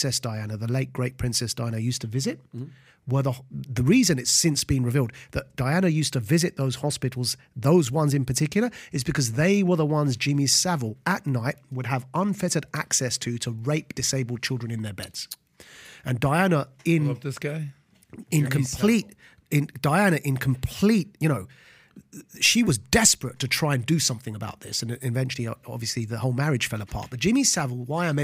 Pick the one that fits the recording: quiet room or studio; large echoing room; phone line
quiet room or studio